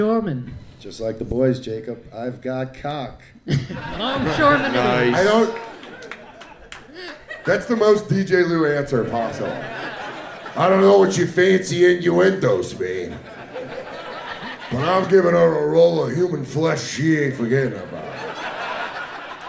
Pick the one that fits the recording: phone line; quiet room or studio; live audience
live audience